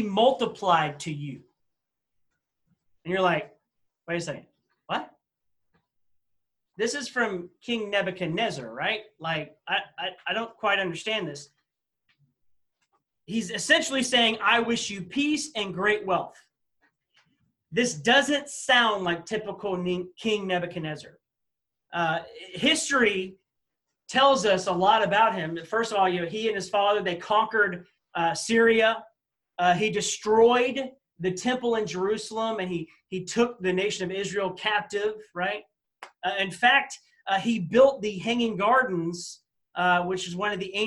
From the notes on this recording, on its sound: This message was presented on Wednesday August 12, 2020 during our Zoom Student meeting for Baymeadows Baptist Church.